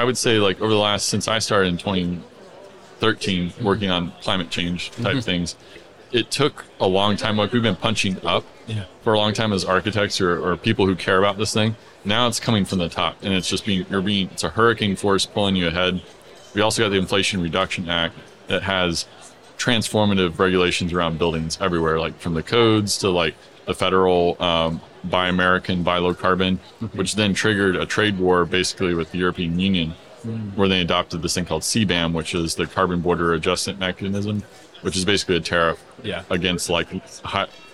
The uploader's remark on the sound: We had a LIVE conversation from the expo floor of A'23, the AIA Conference on Architecture.